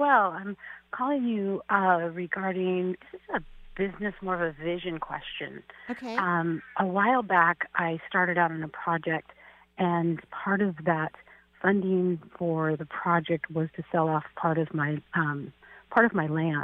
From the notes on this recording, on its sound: Enjoy this call-in show. Provides intuitive readings to callers from all across the globe!